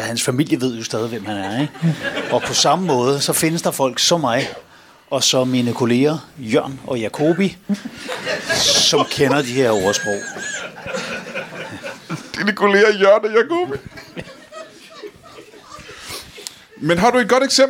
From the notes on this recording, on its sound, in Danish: LIVE fra 27b i Kolding. Optaget live på fremragende 27B i Kolding.